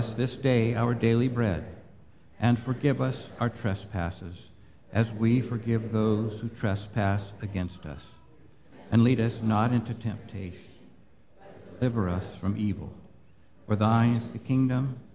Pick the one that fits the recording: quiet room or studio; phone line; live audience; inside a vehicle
live audience